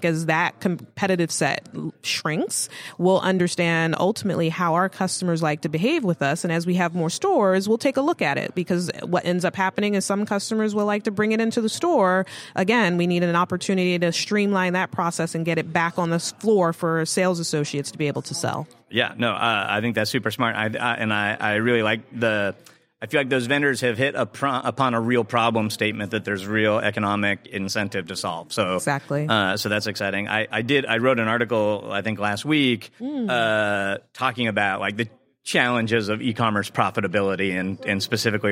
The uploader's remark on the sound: Live from the eTail East trade show in Boston, MA. Live from the eTail East trade show in Boston, MA.